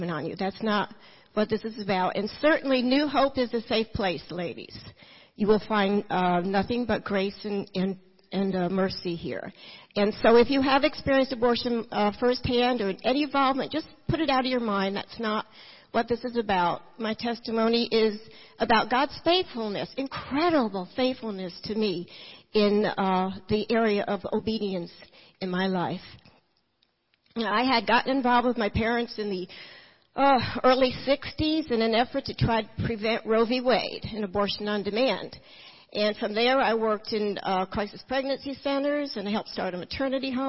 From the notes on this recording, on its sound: Recorded at New Hope Church in Kodak, Tennessee in 2012.